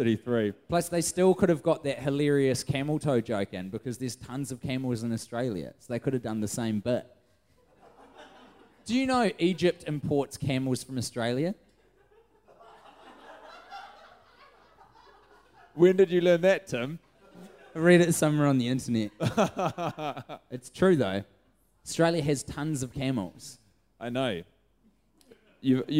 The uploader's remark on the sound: Recorded in front of a live audience in downtown Auckland at The Montecristo.